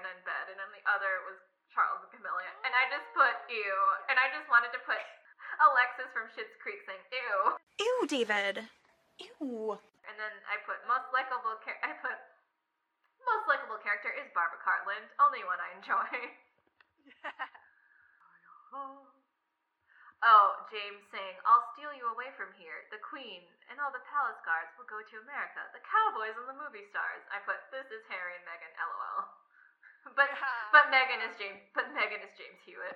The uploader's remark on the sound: The audio quality is a little rough in this one (sorry!)